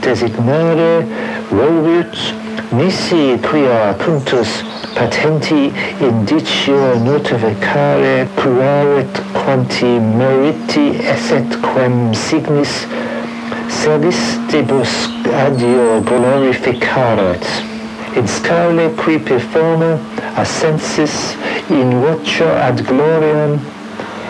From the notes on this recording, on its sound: A field recording and soundscape of the Vinegar Pond, which in springtime is a breeding ground for frogs.